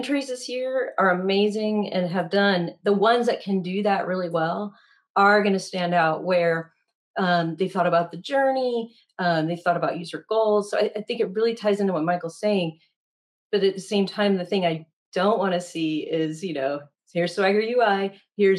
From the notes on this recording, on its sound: In the Special Edition series, we share interviews with the jurors which were recorded during the online Awards Gala events in November, 2023.